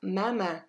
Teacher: M-A-M-A-N. So you notice we don't actually say the N at the end. C'est juste maman.